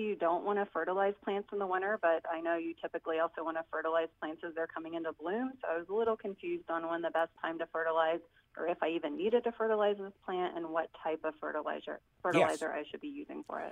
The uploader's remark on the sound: a heaping helping of your phone calls